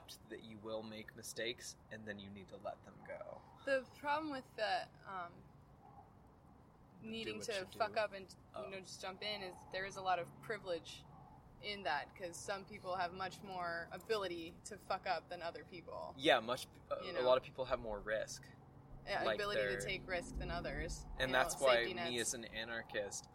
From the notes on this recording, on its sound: This was outside and I don't know how to edit, so unless you are a big fan of wind and trains I would be mindful about using headphones.